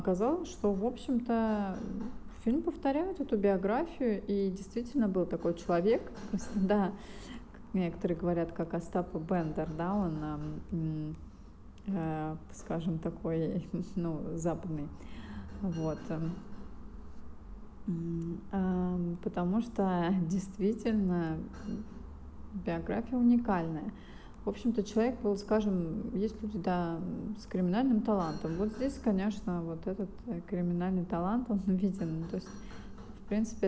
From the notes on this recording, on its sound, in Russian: Извиняюсь за звук стройки на заднем плане.